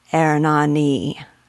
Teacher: with a wild and rolling R that vibrates like an iron maquila, and with vowels that prolong and sing and solemnize, Ernani.